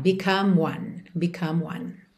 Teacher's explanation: Eu já junto o M do become no one.